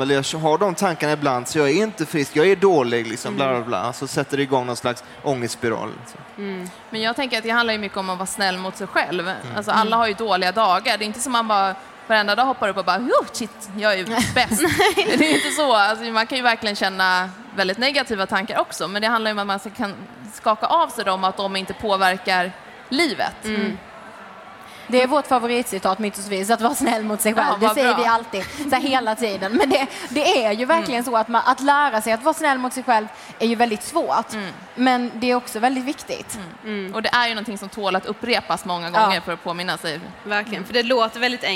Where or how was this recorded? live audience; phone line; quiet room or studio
live audience